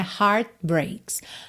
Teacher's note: você não escutou o T de heart